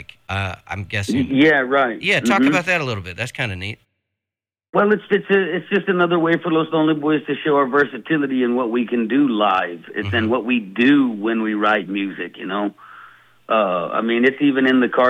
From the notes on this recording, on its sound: chats on the phone